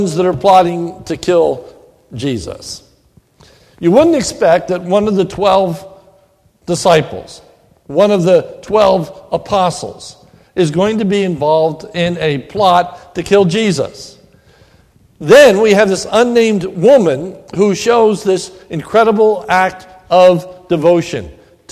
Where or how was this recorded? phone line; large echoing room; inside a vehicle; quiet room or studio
large echoing room